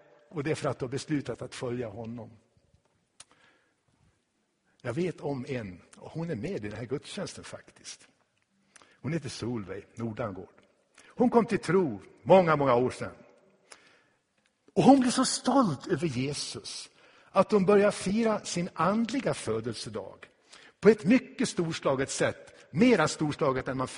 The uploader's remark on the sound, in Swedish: Inspelad i Tabernaklet i Göteborg 2016-10-09.